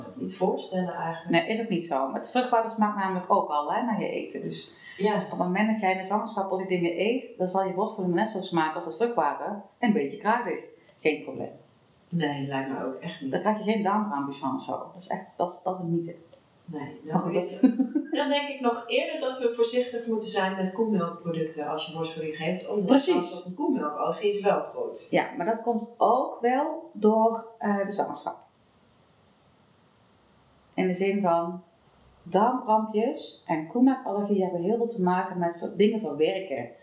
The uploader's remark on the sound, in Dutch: Door een misser in de opname is de geluidskwaliteit niet geweldig. We hebben ons best gedaan om de kwaliteit beter te krijgen, maar dit is maar ten dele gelukt.